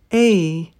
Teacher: So you're going to start with your mouth slightly open, lips a bit spread, and then move your mouth up towards the E position so your tongue will come higher and your jaw will close a bit. · IPA: /ei/